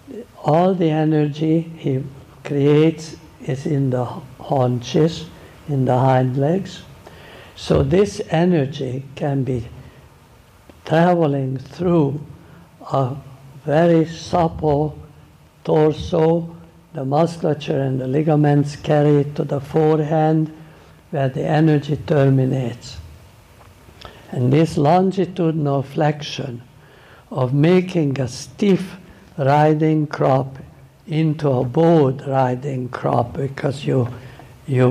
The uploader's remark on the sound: Clip from a lecture he gave during a clinic at JJ Tate’s Blue Ridge Farm.